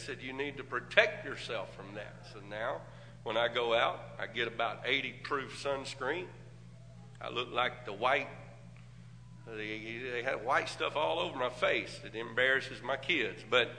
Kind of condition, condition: setting, large echoing room